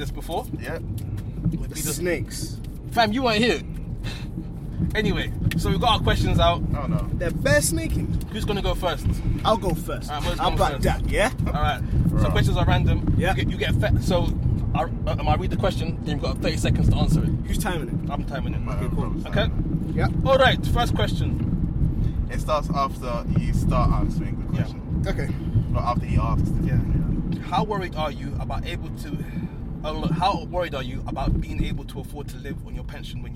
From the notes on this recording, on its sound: In a car!! We're recording in a car on our way to a collaborative venture.